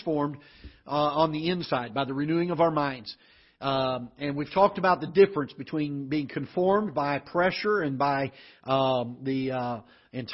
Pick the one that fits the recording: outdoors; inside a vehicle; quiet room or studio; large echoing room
large echoing room